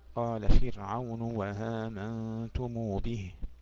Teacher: ماذا يفعل وصلا؟ يبدل الهمزة الأولى واوا ويسهل الثانية